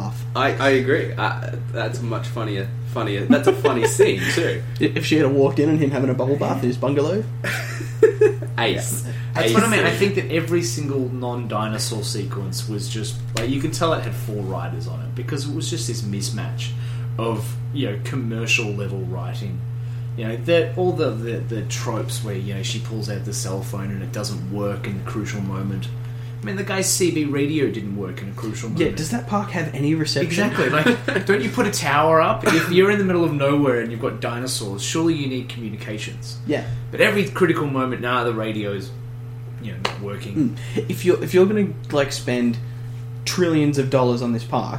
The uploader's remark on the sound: Sorry about the humming...